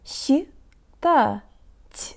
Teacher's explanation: The tongue moves down for та and then goes high again for the word final те, with lots of air pushed through to make it soft.